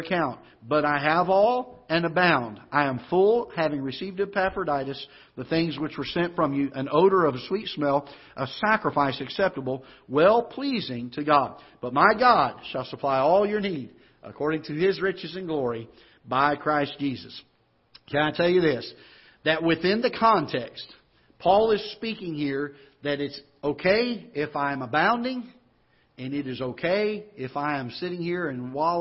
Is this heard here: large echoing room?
yes